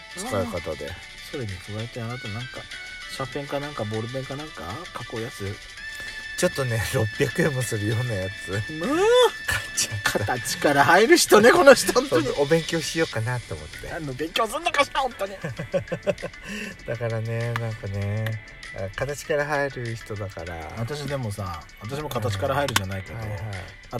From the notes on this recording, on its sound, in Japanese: パーキング収録